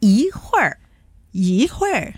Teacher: 如果后面的字是第四声的情况下，比如这个会字是第四声吧，对吧？所以呢，前面的一字呢就要读到第二声